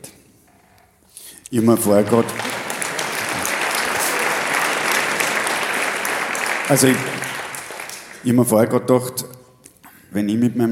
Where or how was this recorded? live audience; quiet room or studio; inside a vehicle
live audience